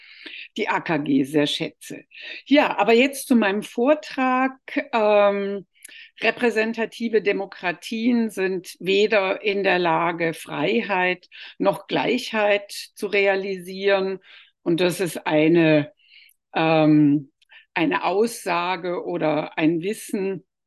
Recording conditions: video call